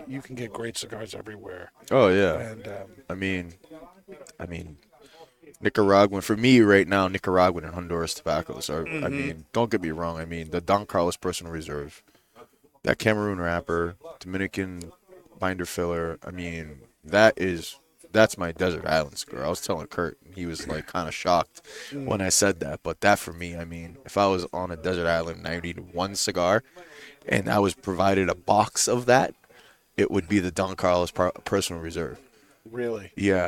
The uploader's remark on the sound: Recorded live from the 7-20-4 Lounge!